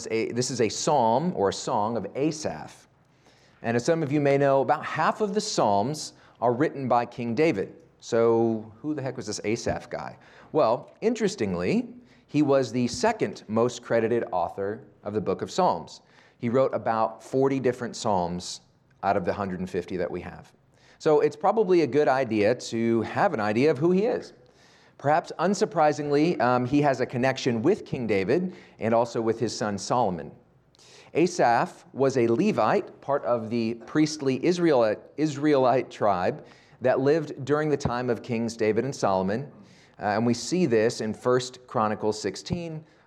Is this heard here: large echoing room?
yes